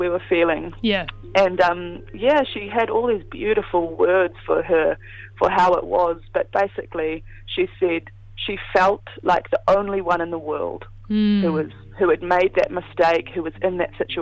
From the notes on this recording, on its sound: phones up for a kōrero